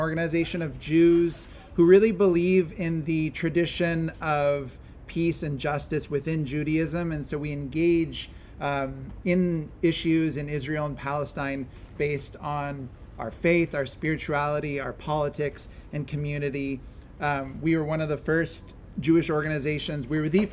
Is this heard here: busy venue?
yes